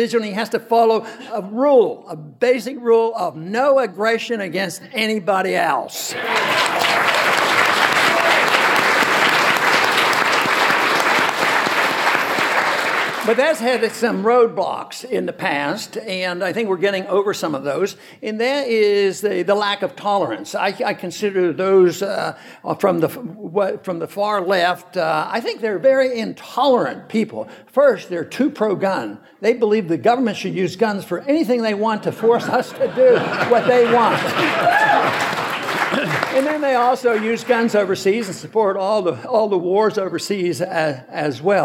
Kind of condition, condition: setting, live audience